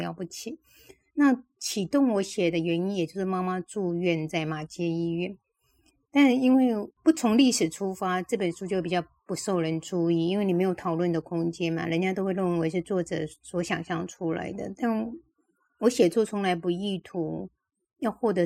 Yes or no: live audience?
no